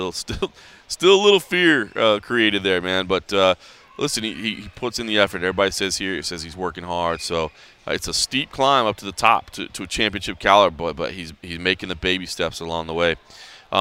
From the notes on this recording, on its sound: He checks in from a media day at American Top Team in Florida.